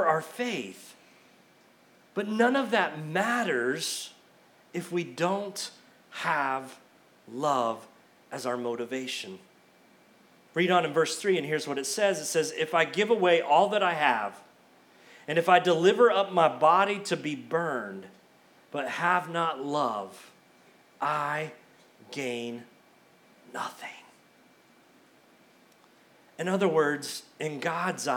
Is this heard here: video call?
no